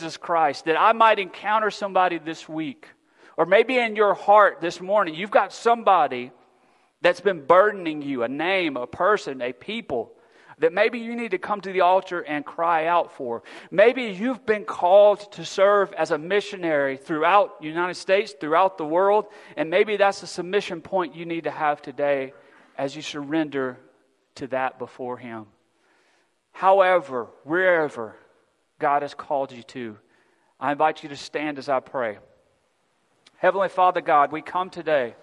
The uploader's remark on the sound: Recorded December 4, 2022 at Friendship Baptist Church.